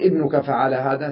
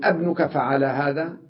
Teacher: طيب أنت قلت همزة الوصل إذا جاء بعد همزة الاستفهام، تمام، إذا جاء بعد همزة الاستفهام همزة وصل، أحذف همزة الوصل، ولا لبس في الكلام، لأن همزة الوصل مكسورة وهمزة الاستفهام مفتوحة